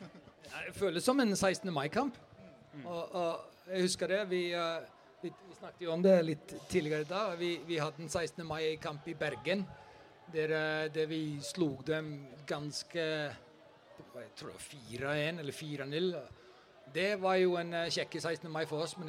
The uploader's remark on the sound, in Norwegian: Livepod. Live pod tatt opp før Viking-Brann 24.